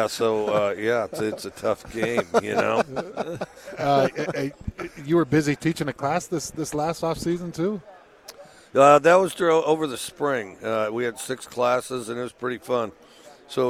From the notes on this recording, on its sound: at Pac-12 Media Day